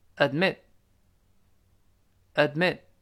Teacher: 读快了，最后那个 t 没了